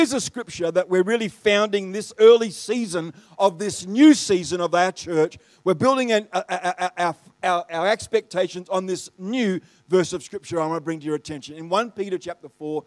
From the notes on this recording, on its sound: The live stream of Destiny Church Atherton.